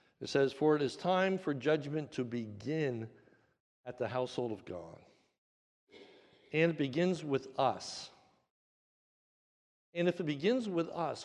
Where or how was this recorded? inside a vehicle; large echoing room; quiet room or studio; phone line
large echoing room